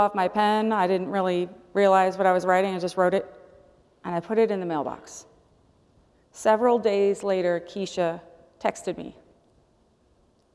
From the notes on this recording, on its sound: presented by Asbury Seminary Kentucky Chapel, recorded on Wednesday, March 22, 2023 at Asbury Theological Seminary's Kentucky campus